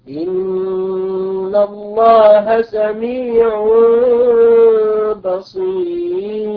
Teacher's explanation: مثال مع النون إن الله سميع بصير، إن الله سميع بصير، سميع بصير، سميع هذا تنوين أتى بعده حرف الباء فقلب التنوين إلى ميم · Term: الإقلاب